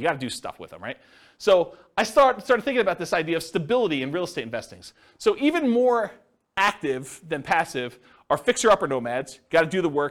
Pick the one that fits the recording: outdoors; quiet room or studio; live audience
live audience